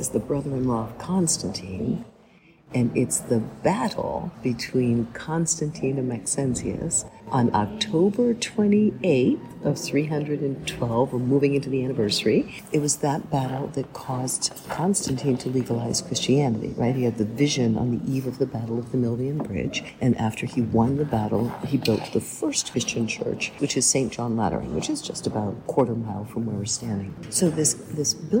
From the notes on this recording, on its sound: We spoke, sometimes sotto voce , inside the little church, with tour guides and visitors swirling around us. Apologies for the inevitable background noise.